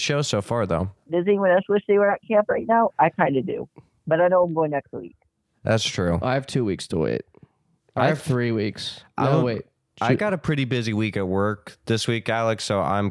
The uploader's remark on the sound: You ever wanna know what it sounds like to listen to 5 people on the phone at the exact same time?